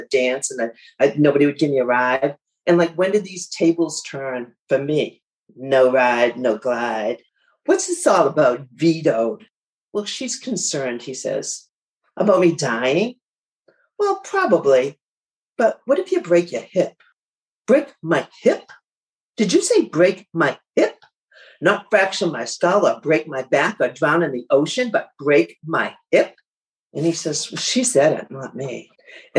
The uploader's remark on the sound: Two bold stories from Grit's Mental Health Happyish Hour (virtual) open mic.